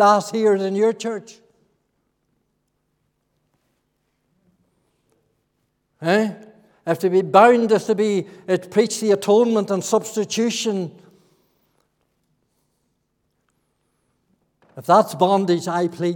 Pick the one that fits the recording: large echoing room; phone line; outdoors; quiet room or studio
large echoing room